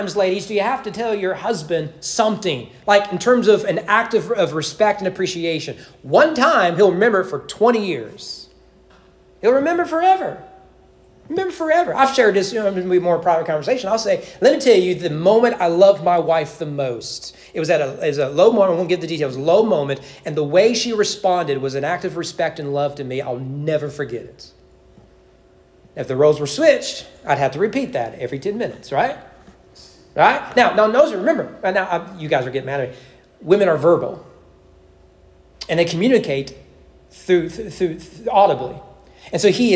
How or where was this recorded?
large echoing room